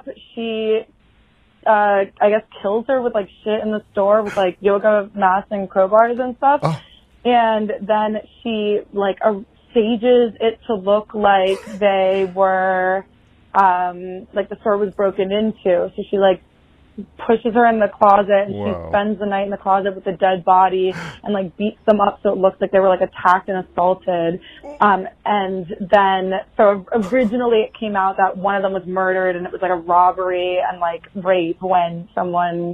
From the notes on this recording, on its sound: This week, I requested phone calls on the topic of spooky things that have happened to you.